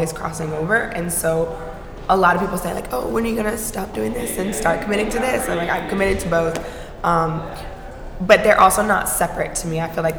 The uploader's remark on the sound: Recorded live at Gallery 72. This conversation is presented in collaboration with the Atlanta Mayor’s Office of Cultural Affairs.